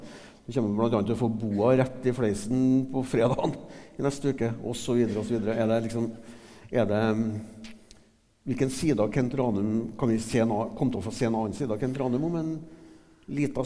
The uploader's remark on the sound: Portrettintervju LIVE. Hør opptak fra live-intervjuet på Adressahuset 17.